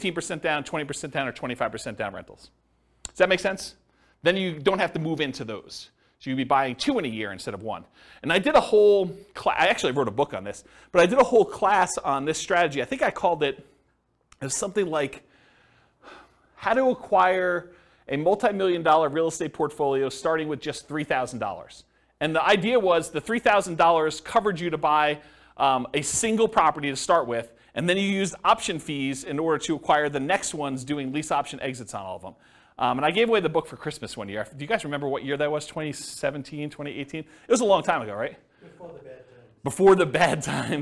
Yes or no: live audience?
yes